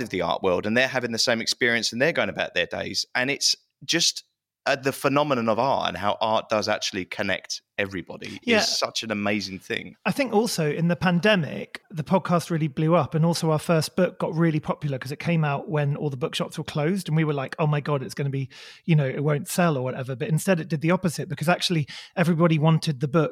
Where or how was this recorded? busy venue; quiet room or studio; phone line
quiet room or studio